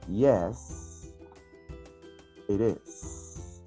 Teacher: cuando la letra T está entre dos vocales va a sonar como una R, una R. Y esto hace que esta sección de arriba suene yes, it is.